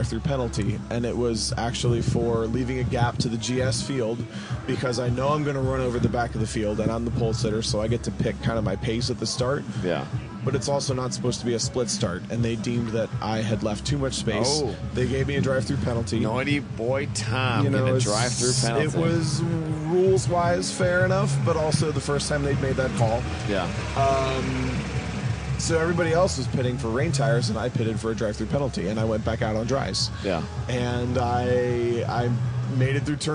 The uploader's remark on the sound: We're at Road Atlanta for the 3rd annual Gridlife South Festival.